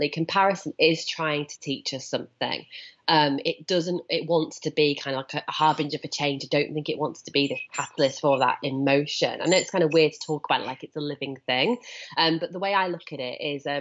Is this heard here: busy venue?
no